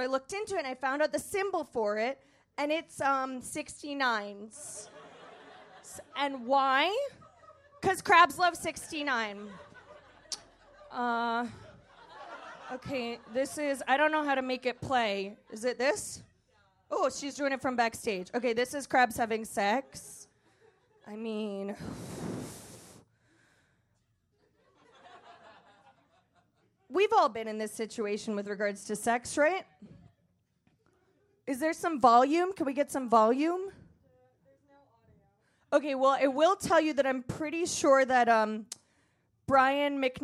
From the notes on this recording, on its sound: Recorded at Union Hall Oct 24, 2017